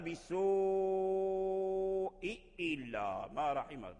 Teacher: أبدل الهمزة همزة السوء الأصلية أبدلها واو لأن قبلها واو وقبلها ضمة